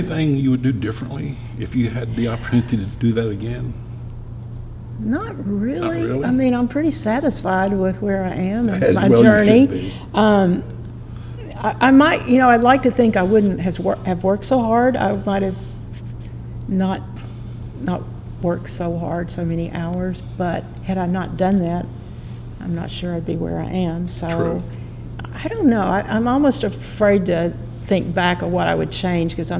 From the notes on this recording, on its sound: Recorded in the historic courtroom at the Tennessee Supreme Court in Knoxville, TN.